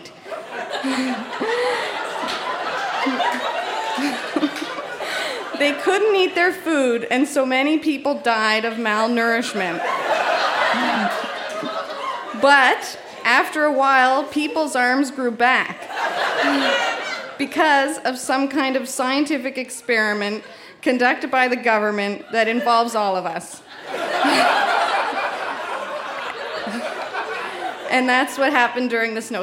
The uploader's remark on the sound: Recorded live at The Guild in Charlottetown, PE.